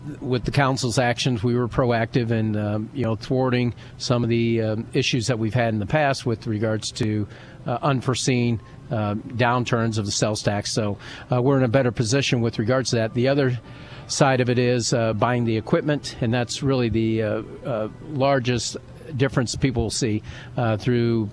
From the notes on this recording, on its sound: live from the Abraham Lincoln Presidential Museum